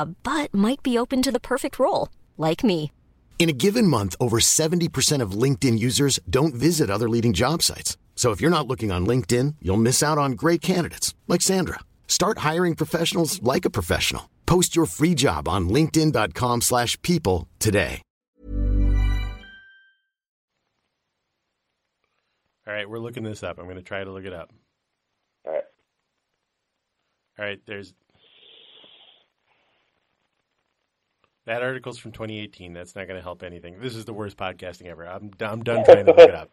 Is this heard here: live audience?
no